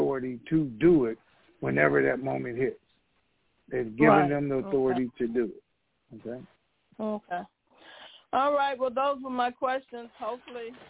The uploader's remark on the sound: TNTSuperfantastic Conference Call.